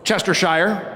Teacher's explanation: The accent is on the first syllable of the word.